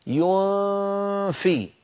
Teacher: ماذا بعد الياء ضع أطراف أسنانك العليا على باطن الشفة السفلى، ولا تترك لسانك يقرع مخرج النون، النون هذه مخفاة وليست مظهرة، هكذا اترك لسانك في أسفل الفم.